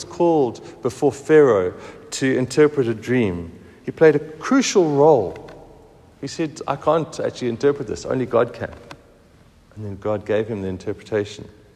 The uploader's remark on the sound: Recorded at the 7:45am service on Sunday 22nd October 2023